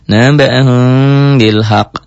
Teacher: bibirnya enggak nutup gitu. Bunyi M tapi samar. · Term: ikhfa syafawi